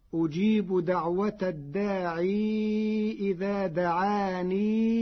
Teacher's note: قرأ ورش الداعي إذا دعان بإثبات الياء فيهما وصلا